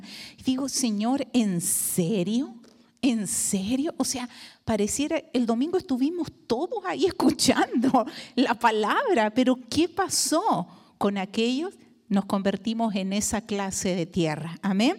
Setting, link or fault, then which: setting, large echoing room